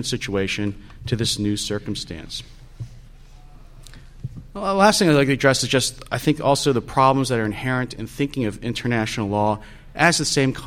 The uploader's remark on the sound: The Federalist Society's International & National Security Law Practice Group presented this panel discussion at the 2006 Annual National Lawyers Convention.